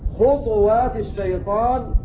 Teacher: كلمة خطوات أينما وقعت قرأت بسكون الطاء مع القلقلة